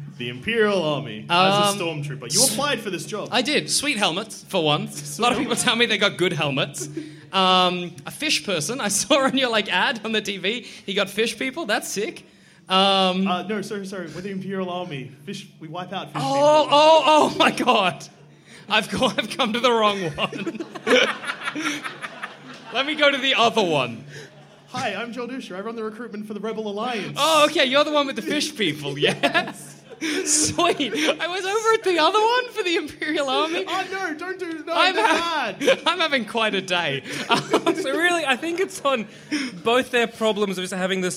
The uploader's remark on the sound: Our second ever live show! Recorded at the Eureka Hotel in Melbourne in 2015.